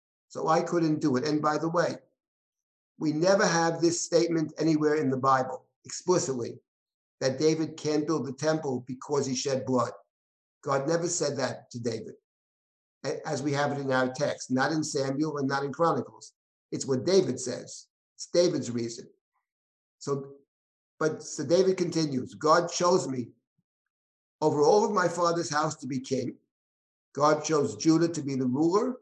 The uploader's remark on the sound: This audio was originally captured from Zoom.